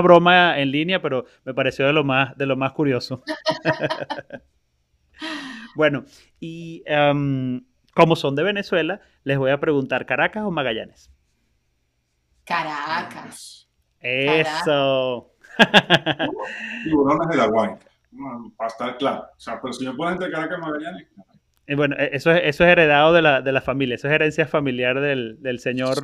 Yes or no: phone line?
no